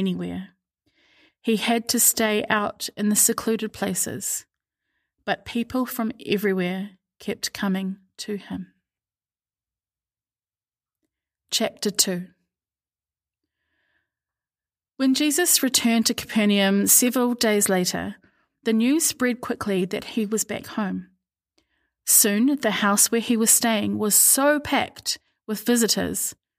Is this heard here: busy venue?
no